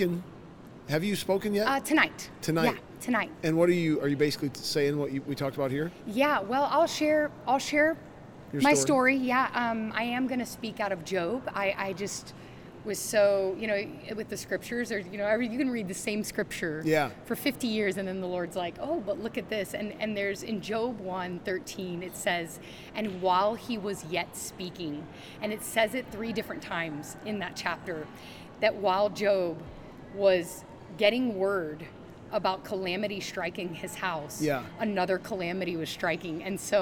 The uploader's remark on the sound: LIVE from CPE 2022!